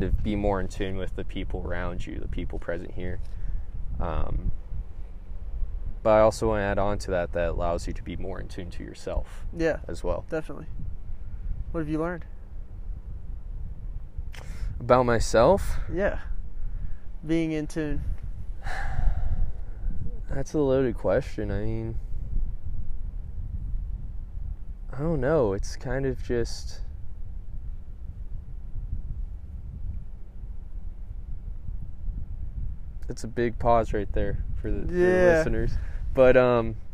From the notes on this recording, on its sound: talk at mile 700 of the Pacific Crest Trail.